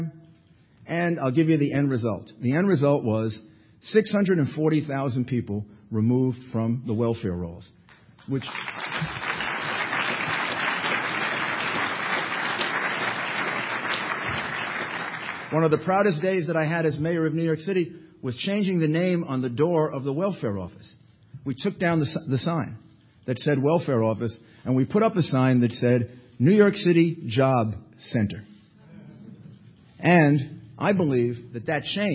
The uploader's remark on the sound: delivered this address at the 2007 Annual National Lawyers Convention